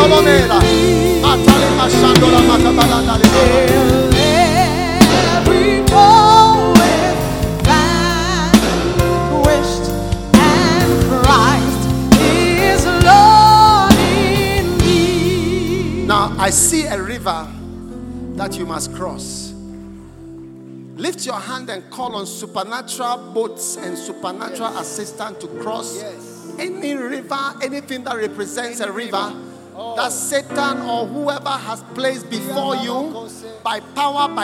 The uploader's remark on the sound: Preached at the Thanksgiving Service, Accra.